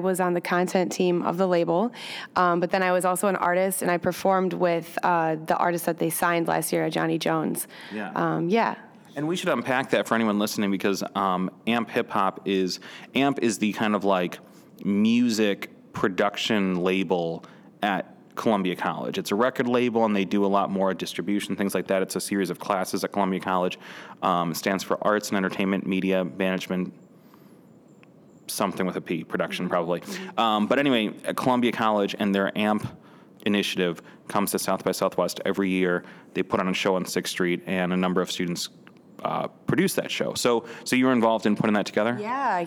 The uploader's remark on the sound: interview recorded at SXSW 2018